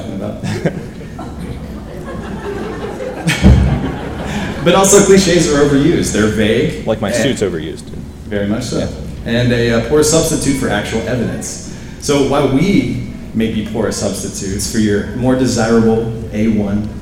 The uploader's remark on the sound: The keynote speech at the Freedom Area High School 2018 Commencement ceremony. Recorded live at Freedom Area High School.